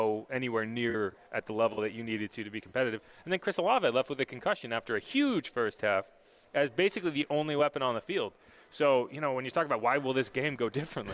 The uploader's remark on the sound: LIVE from the Dome